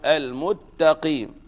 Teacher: ذهبت السين، وبعد ذلك أدغمت السين بالتاء · Term: أردت